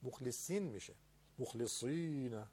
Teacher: از حالت فتحه و الف یه مقدار تفخیمش افت میکنه توی کسره و ای